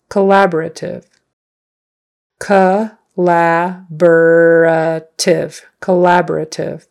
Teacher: So the emphasis is on the second syllable.